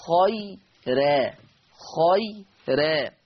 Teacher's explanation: طيب ترقيق الراء، كلمة خيرا، خيرا، الراء هنا مرققة ليه؟ لأنها راء مفتوحة وقبلها ياء ساكنة، قبلها ياء ساكنة، فهتصير خيرا، خيرا، لأنها مفتوحة ومسبوقة بياء وياء لينة، مسبوقة بياء لينة.